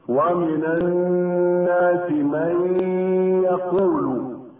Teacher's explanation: أن النون قد تلاشت واختفت، وأن الياء بعدها أصبحت مشددة · Term: الإدغام بغنة